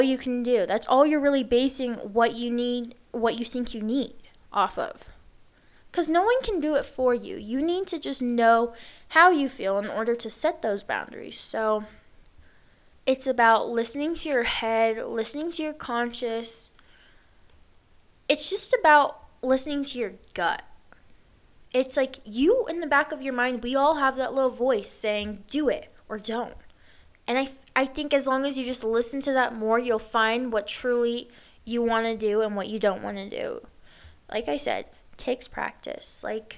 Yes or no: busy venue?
no